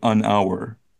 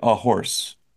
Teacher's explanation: So, if it sounds like a vowel, we use un, and so our is a silent H, so we say an hour. But horse, we actually pronounce the H sound, so we say a horse.